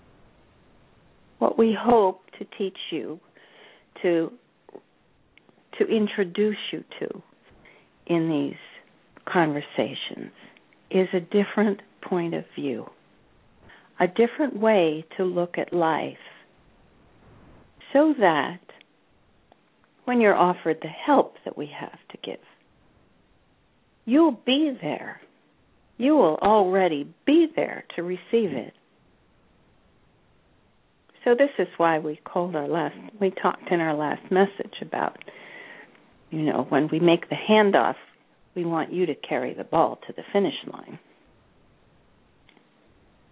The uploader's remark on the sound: She will do a channeling session live so that callers can call. Personal responses to callers during the special call-in segment.